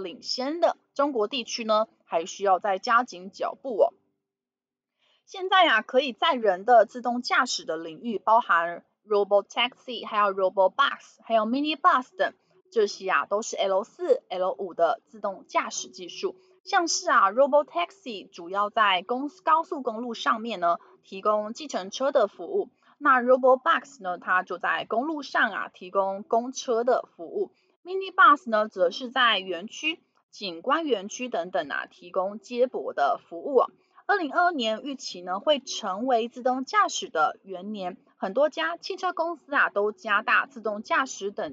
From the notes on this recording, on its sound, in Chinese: 本集有些許雜音，已亟力避免，如有察覺請多多包涵